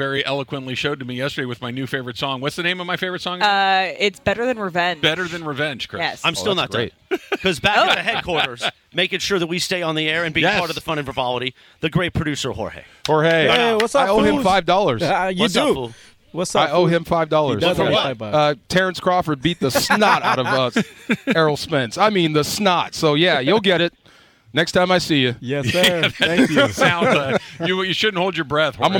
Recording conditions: busy venue